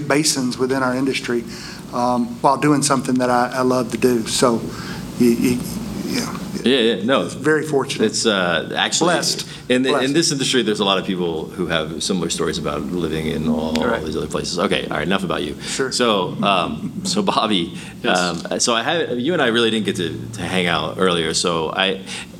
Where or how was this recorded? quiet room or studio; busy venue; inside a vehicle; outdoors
busy venue